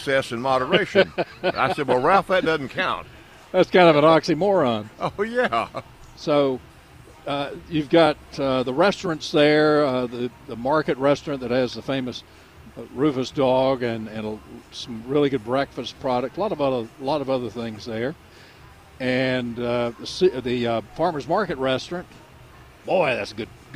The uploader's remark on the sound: broadcasting live from the NC Pet Expo